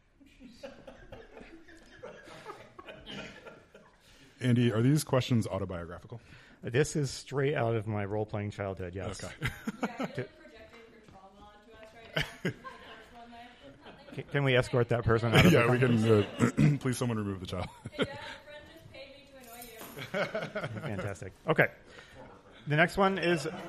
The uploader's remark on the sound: Live at Roll For Topic Con! Our first live episode in front of a studio (con) audience!